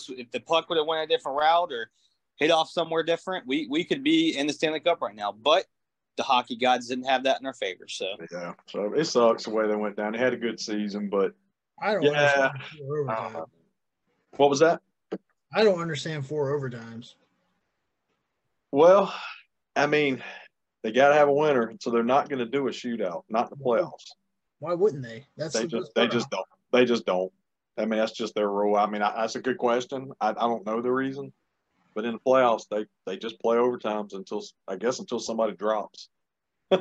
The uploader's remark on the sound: What Another Zoom Episode? The boys are have come back with another great zoom episode.